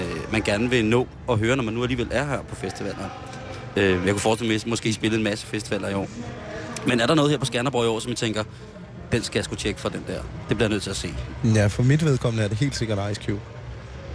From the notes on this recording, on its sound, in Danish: Under bøgetræerne. Sender direkte fra Danmarks Smukkeste Festival i Skanderborg.